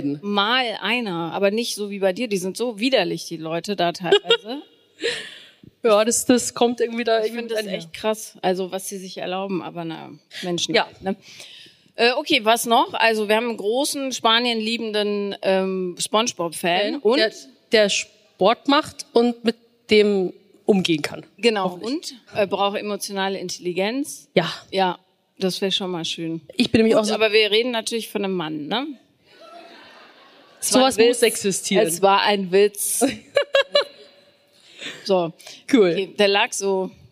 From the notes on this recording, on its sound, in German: Auf dem Hear&Now Podcast Festival in Köln. Werden dabei tatkräftig und lautstark vom Publikum unterstützt.